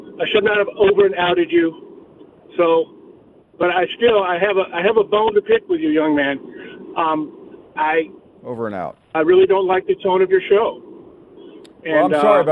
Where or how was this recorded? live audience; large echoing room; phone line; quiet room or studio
phone line